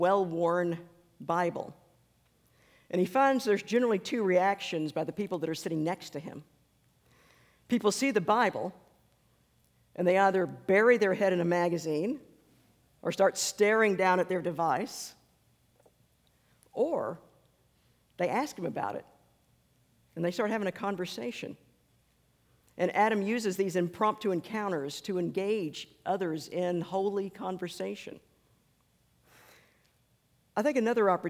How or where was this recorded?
large echoing room